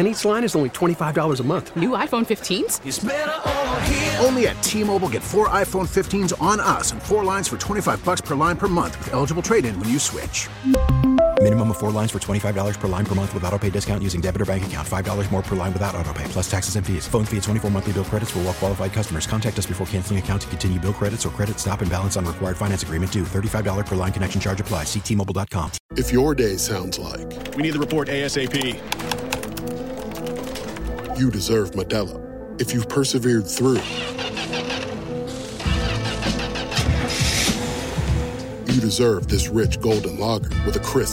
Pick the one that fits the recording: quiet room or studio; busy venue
busy venue